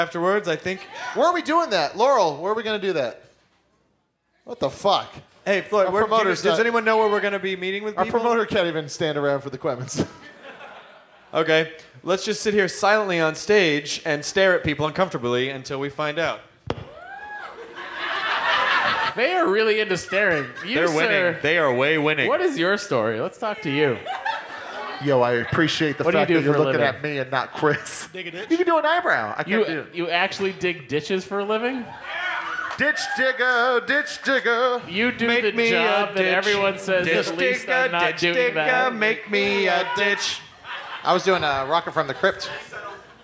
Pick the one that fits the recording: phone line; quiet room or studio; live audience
live audience